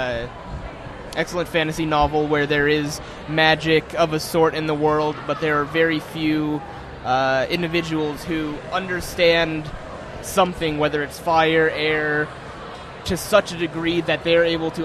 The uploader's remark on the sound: broadcast live cdom Wondercon 2018 in Anaheim